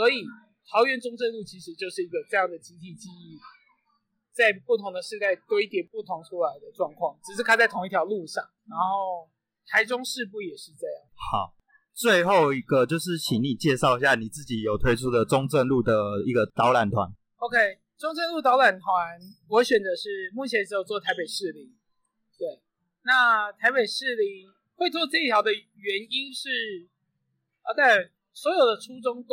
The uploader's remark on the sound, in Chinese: 這次錄音是在外頭，發現意外熱鬧的咖啡廳裡錄的，所以有些背景雜音請見諒…此外，為了修掉這些雜音加上錄音設備沒那麼好，所以品質部分再次請見諒…